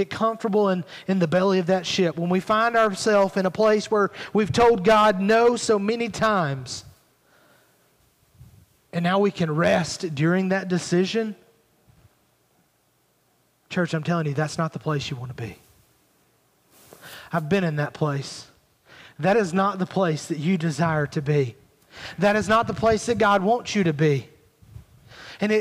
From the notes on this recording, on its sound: Recorded at Highland Baptist Church Molino FL